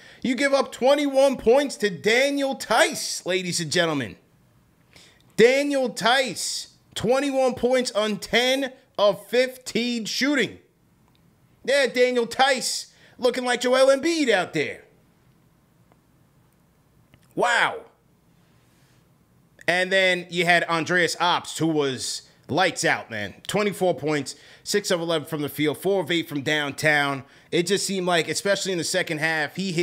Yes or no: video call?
no